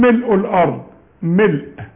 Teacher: الميم مكسورة فقط ما عليها الشدة اذا بدأنا